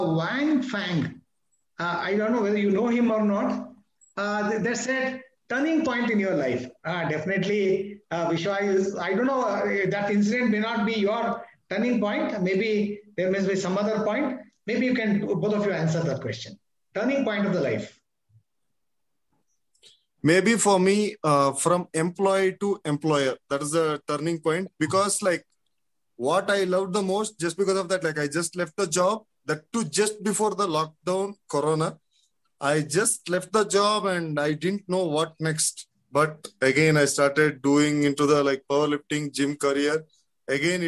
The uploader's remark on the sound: Audio recording of the video conversation